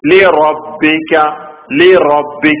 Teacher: അവിടെ റാ കനപ്പിച്ച് പറയണം റായിന് ഫതഹാണ് തഫീമു റായിനെ തഫീമാക്കി പറയുക കനപ്പിച്ച് പറയുക എന്ന നിയമമാണ് ഈ റായിന് ഇവിടെ